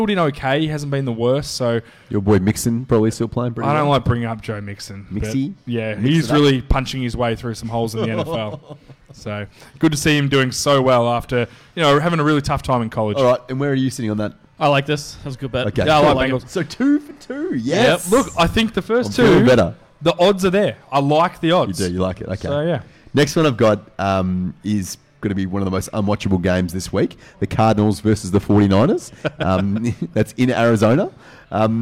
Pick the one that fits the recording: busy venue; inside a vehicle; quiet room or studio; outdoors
busy venue